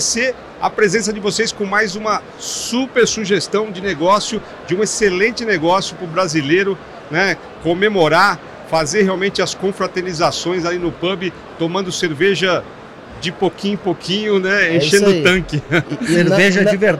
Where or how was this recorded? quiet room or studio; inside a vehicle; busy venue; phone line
busy venue